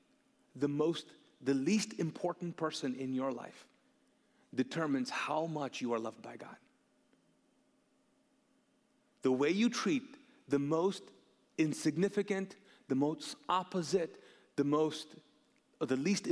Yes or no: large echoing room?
yes